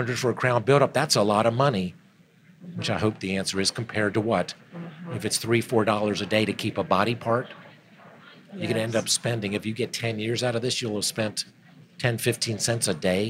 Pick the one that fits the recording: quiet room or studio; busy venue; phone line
busy venue